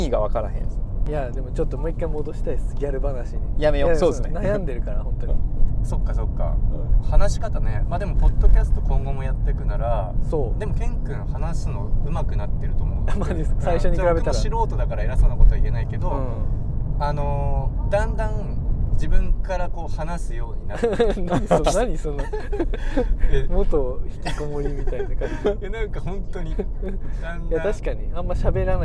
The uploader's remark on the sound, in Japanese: POPEYE Webチームが取材の移動中に録音した車中ミニトーク編。